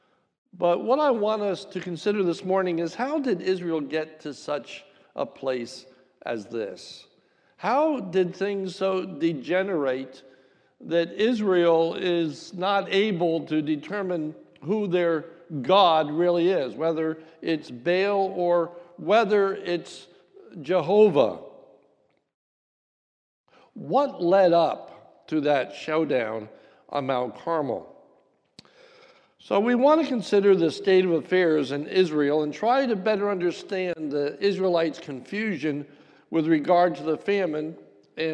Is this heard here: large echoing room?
yes